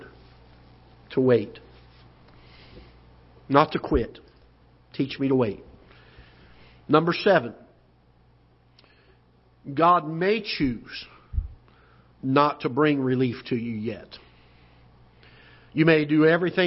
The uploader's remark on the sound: Ketha Heights Baptist Church ~ Live Broadcast